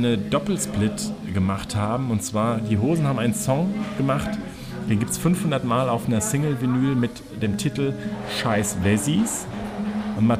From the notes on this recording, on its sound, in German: Melden sich quasi live aus dem Stadion. Ins Stadion vom SV Wehen-Wiesbaden geschmuggelt.